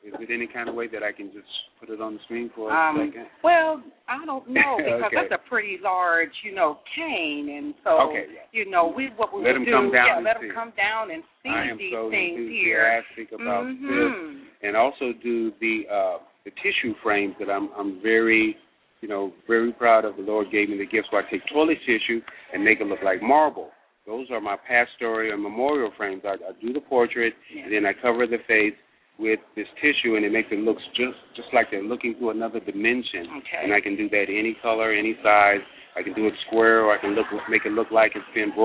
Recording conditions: busy venue